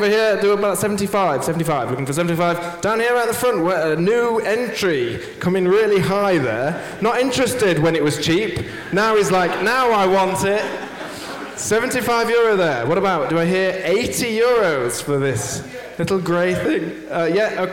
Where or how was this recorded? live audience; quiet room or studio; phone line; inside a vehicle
live audience